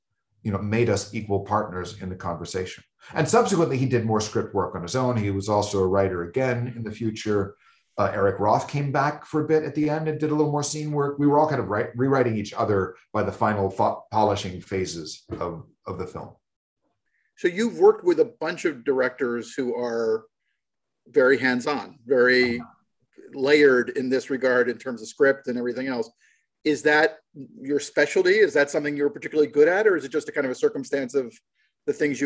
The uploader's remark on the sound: Shot via Zoom, March 2022